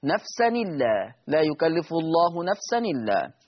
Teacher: يقرأ ورش بالنقل فتصير نون مكسورة